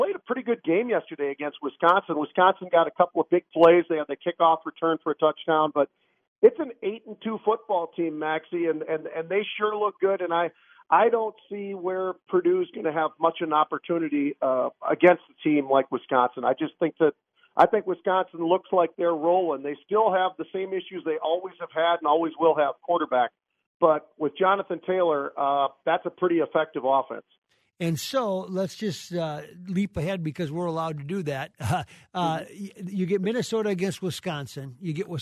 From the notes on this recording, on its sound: opens up the phone lines